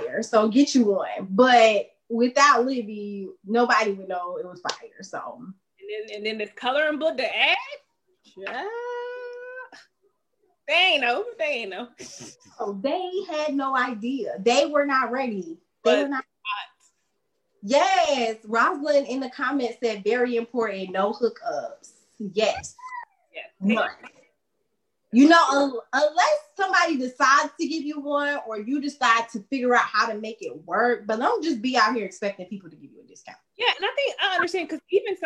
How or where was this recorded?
video call